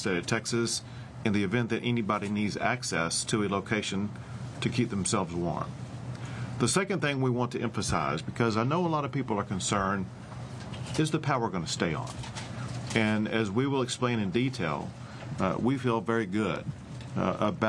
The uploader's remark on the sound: KRLD streamed live the press conference in Austin.